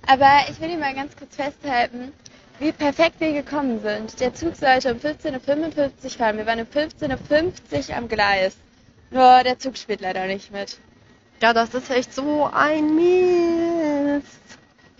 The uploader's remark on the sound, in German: allerdings mit einer nicht so guten Tonqualität